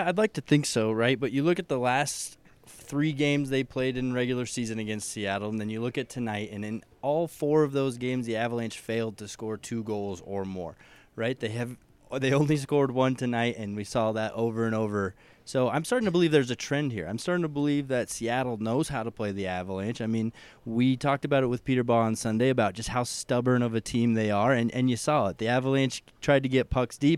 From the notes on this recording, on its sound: live from Ball Arena